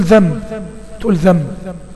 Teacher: هتلاقي الايسر لك ان انت لما يكون في نون ساكنه بعدها باء هتقلبها انت ميم تلقائي · Term: الإقلاب